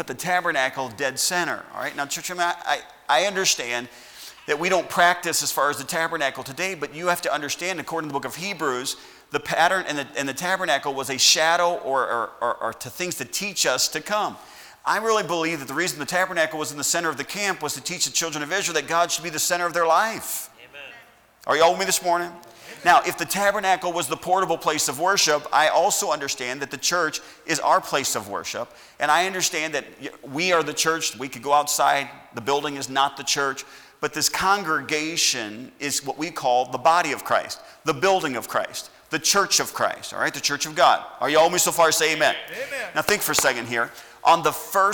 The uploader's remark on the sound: At Heritage Baptist Church, Lawrence Kansas on Sunday SS, January 3rd, 2021.